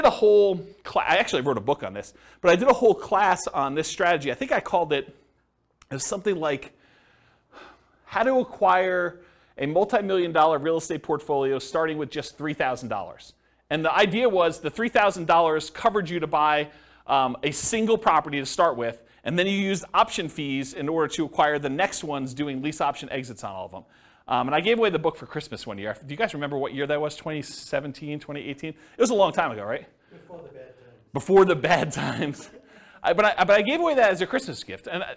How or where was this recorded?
live audience